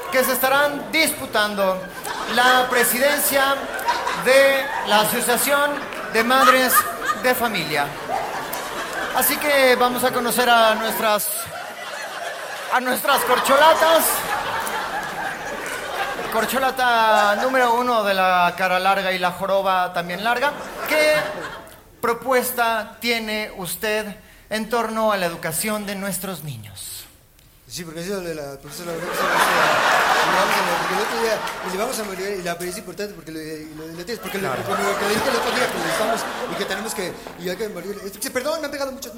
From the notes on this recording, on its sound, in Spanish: LAS MAMÁS MEXICANAS EN VIVO. En un en vivo grabado de locura.